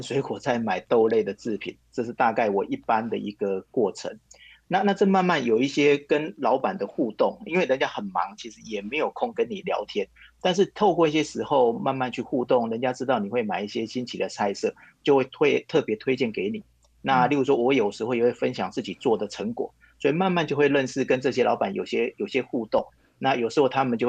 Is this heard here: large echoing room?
no